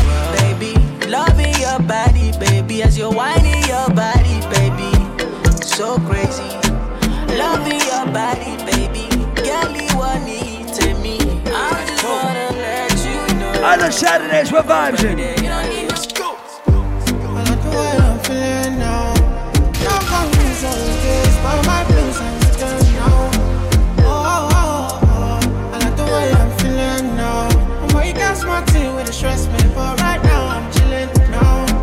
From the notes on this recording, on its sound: This is a live audio recording of my set at Island Saturdays